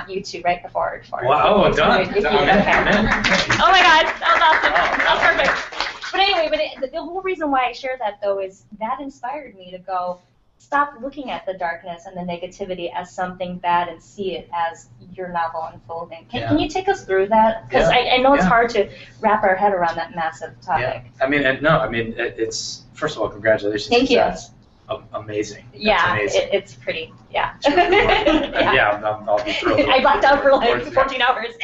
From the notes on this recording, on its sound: First LIVE event sharing the stage with our featured guest. In front of a LIVE audience. We were not sure how it would go given we were streaming the Google Hangouts On Air like we do every Tuesday, while addressing a great group of people in the room.